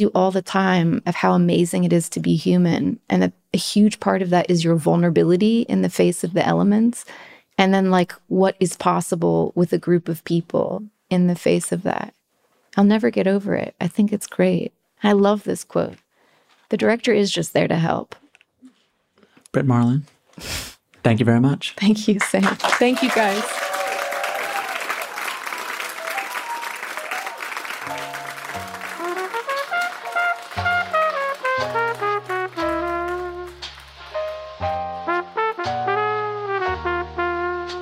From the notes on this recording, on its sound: In front of a live audience as part of this year’s On Air Fest LA Annex.